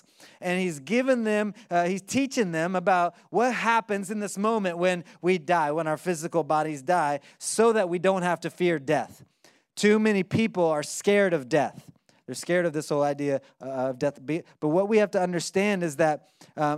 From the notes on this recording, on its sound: 2020 Live from Orlando, Florida